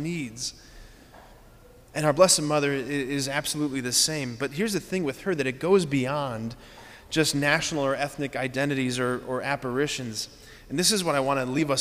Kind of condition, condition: setting, large echoing room